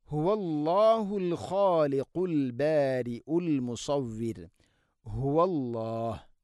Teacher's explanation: ഹ ഇൻ്റെ ഉച്ചാരണം ശ്രദ്ധിക്കണം, തൊണ്ടയുടെ താഴേ ഭാഗമാണ് ഹ. ഹുവല്ലാ, ഹുവല്ലാ എന്ന് പറയരുത്.